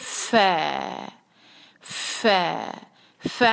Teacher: اس کے بعد پھر جو ہے فا کو ہم فا پہ ہے سٹینڈنگ فتحہ کھڑی زبر تو اس پہ ہم اس کو دو حرکہ کھینچیں گے. فا فا فا میں خیال رہے کہ ساتھ جو ہے وہ سانس کی آواز صحیح سے شامل ہو